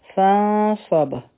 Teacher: د نون ساکن نه پس صاد راغی، غټه اخفا به کو، په باب قلقلا کو.